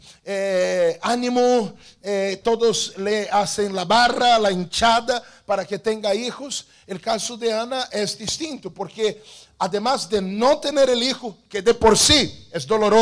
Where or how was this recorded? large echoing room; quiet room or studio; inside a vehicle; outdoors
large echoing room